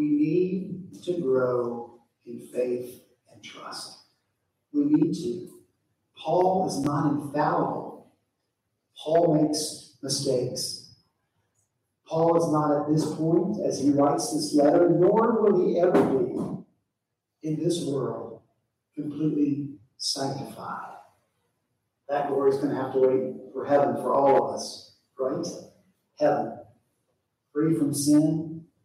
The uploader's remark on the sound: At Redeemer Presbyterian Church in Charleston, SC, our senior pastor preached